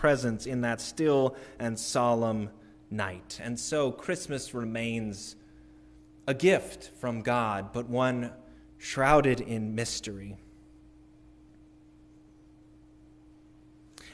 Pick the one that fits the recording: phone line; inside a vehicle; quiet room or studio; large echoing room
large echoing room